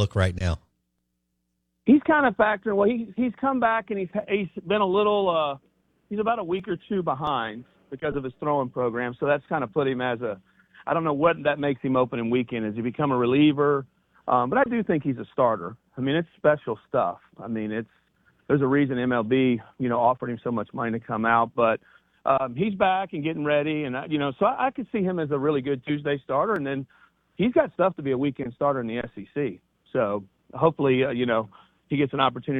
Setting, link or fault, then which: link, phone line